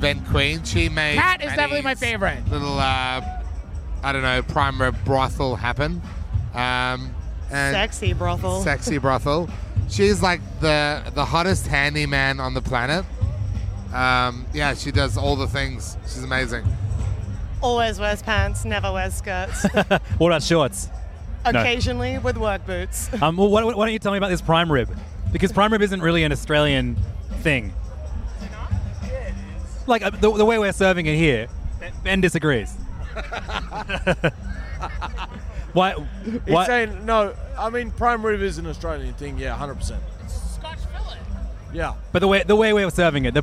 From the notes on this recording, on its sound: In Sydney for the Beer and BBQ Festival. Carted his setup to the festival. Behind a makeshift kitchen in the loudest part of a food and music festival, surrounded by drunk chefs who kept stealing the microphones.